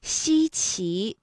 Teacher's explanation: 这个西啊和岐都是舌面音，所以连读的时候大家要注意这个舌面的发力点在哪里啊